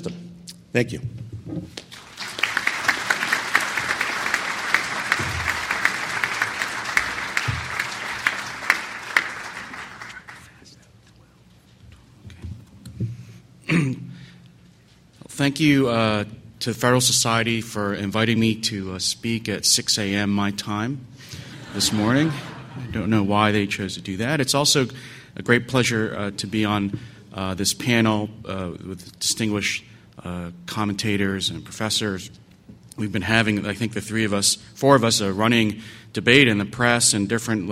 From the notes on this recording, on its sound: Presented this panel discussion at the 2006 Annual National Lawyers Convention on November 17, 2006. The Federalist Society's Federalism & Separation of Powers Practice Group presented this panel discussion at the 2006 Annual National Lawyers Convention.